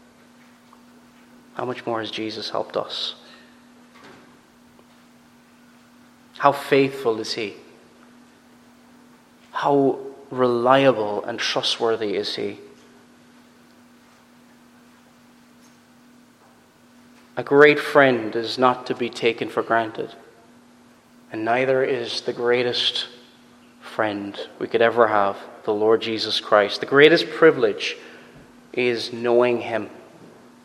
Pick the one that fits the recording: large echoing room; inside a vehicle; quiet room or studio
large echoing room